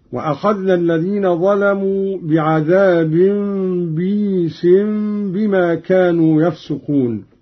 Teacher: قوله تعالى: وأخذنا الذين ظلموا بعذاب بئيس بما كانوا يفسقون. قرأ قانون بكسر الباء بعدها ياء ساكنة مدية على وزن عيس، يقرأ هكذا: وأخذنا الذين ظلموا بعذاب بئيس بما كانوا يفسقون.